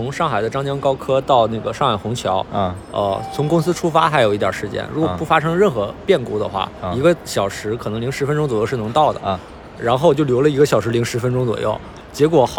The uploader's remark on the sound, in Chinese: 本期录制于亚运会期间的萧山机场